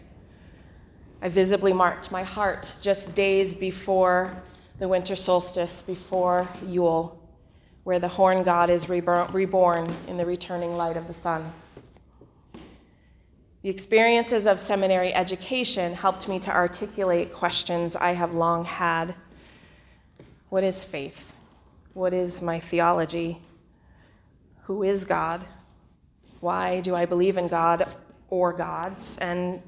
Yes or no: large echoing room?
yes